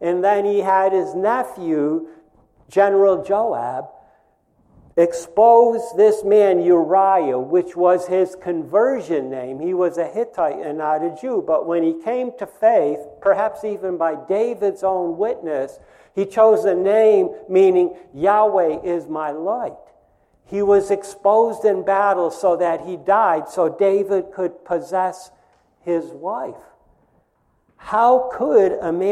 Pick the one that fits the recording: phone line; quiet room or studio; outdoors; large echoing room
large echoing room